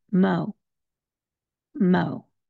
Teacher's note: The second syllable that we're going to pronounce is where we're going to put the stress of this word, and that is the MO part